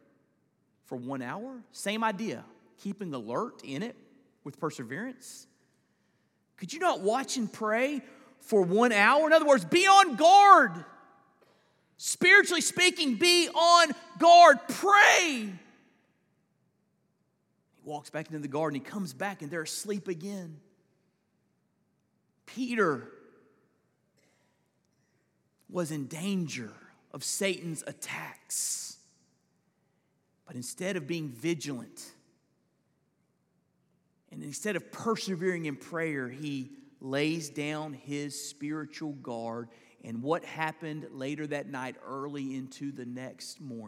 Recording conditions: large echoing room